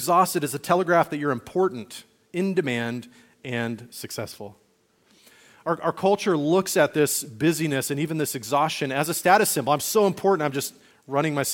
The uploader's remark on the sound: Message recorded on February 11, 2024, at Liferoads Church in Spokane, Washington.